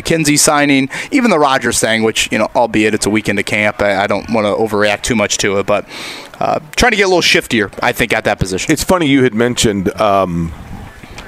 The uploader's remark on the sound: LIVE AT COLTS CAMP! Camp practice underway.